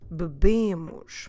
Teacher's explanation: the first syllable, it's not a stressed syllable because we always stress the second to last syllable, so that BE, or in Portuguese BE, that E disappears.